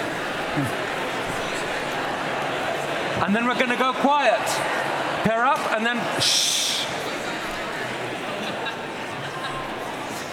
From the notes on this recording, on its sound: This conversation is a recording of our Intelligence Squared event at London’s Union Chapel. Onstage.